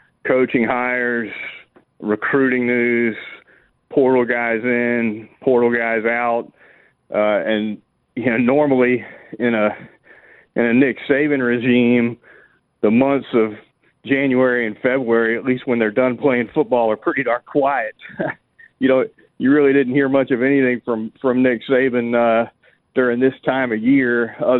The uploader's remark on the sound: we continue taking your phone calls